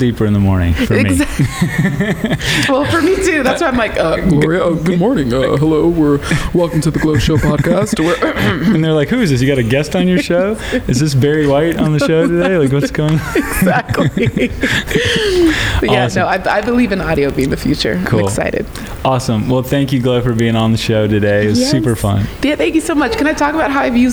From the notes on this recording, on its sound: at the Craft + Commerce Conference in Boise, ID